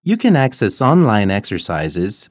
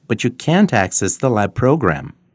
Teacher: In the affirmative, it's difficult to hear can because it's unstressed. · Shown in: first take